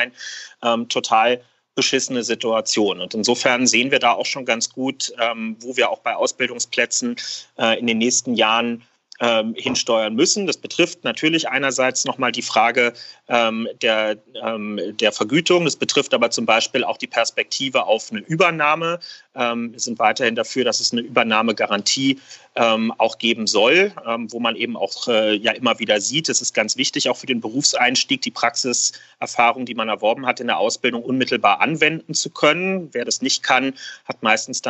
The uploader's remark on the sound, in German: per Videocall